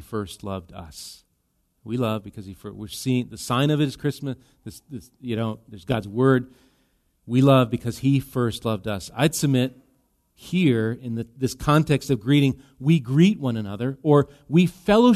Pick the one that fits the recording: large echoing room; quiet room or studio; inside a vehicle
large echoing room